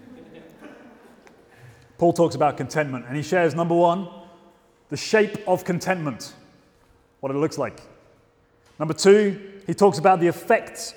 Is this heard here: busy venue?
no